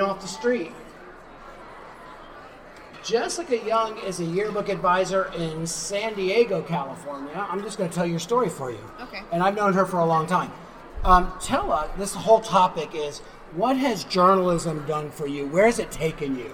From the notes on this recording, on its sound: Recorded live at the JEA/NSPA National High School Journalism Convention in Anaheim on April 26, 2019. Session from the conference floor.